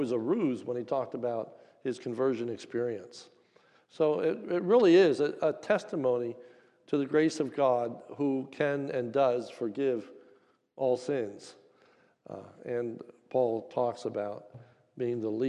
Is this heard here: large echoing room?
yes